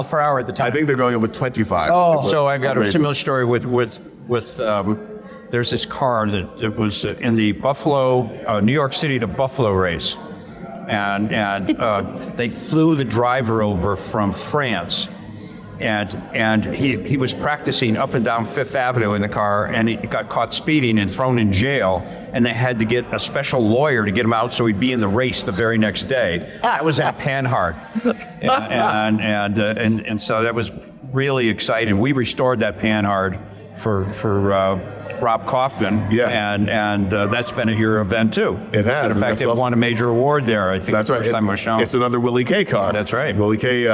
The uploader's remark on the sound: On the road at the Chattanooga Motorcar Festival